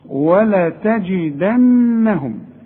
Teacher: ولا تجدنهم، خد بالك من النون اللي عليها الشدة لازم تغن، وخد بالك من الجيم لازم تعطش